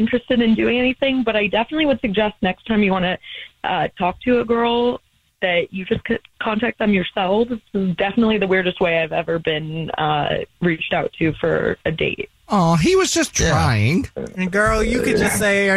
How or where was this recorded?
phone line